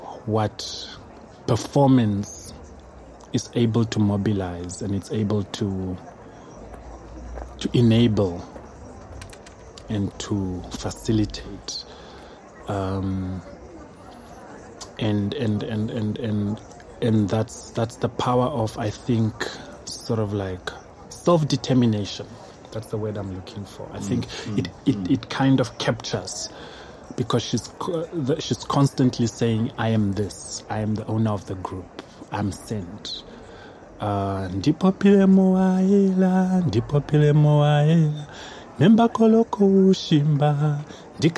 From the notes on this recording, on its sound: Recorded at Spielart Festival, 2019, Munich (DE)